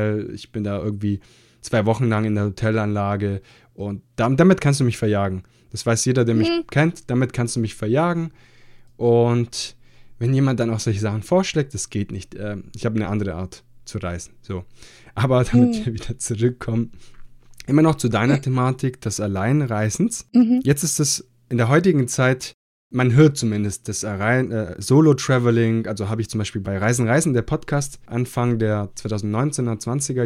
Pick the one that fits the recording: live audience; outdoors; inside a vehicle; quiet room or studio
quiet room or studio